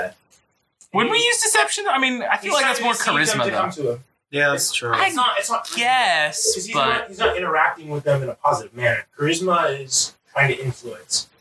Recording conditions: poor sound quality